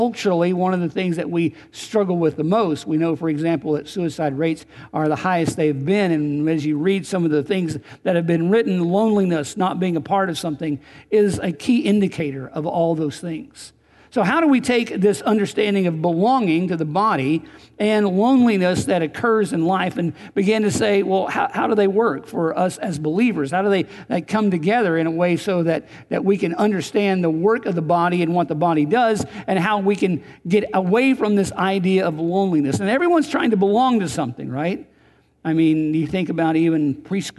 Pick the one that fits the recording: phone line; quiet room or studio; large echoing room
large echoing room